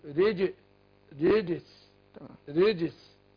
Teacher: شو الجيم هنا مقلقلة. اقول ري ارقق الراء وبعدين ايه أقلقل الجيم · Term: القلقلة